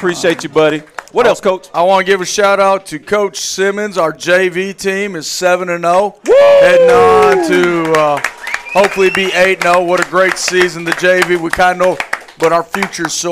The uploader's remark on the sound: live from Monte De Rei Mexican Restaurant in Kernersville